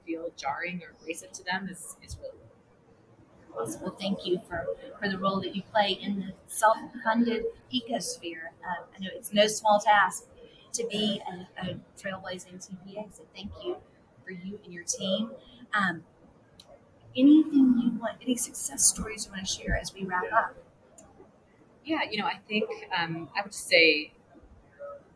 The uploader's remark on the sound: Live at the SIIA 2022 Engage Conference